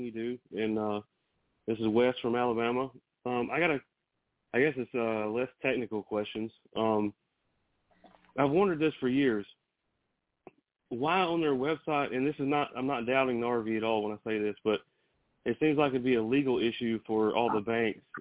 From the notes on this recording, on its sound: TNTSuperfantastic Conference Call